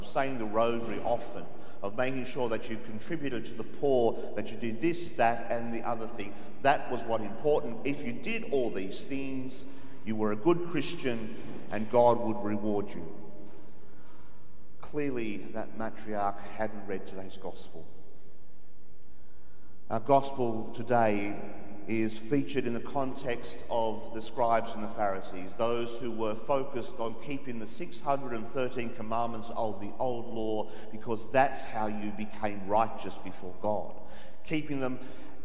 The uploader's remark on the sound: The homily from Sacred Heart Cathedral, Hamilton